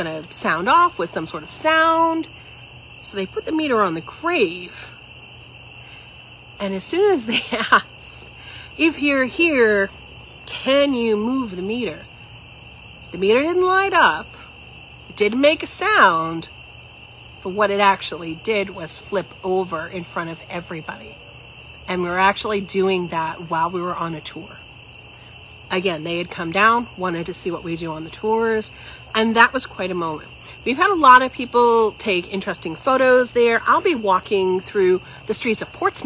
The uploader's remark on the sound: Recorded outside in the evening amongst the backdrop of crickets and night birds.